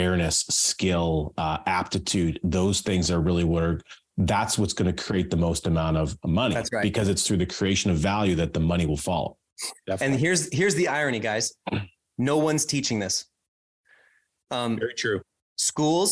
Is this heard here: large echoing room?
no